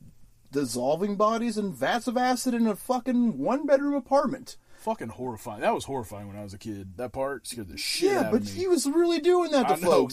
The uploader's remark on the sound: we recorded this episode in a RV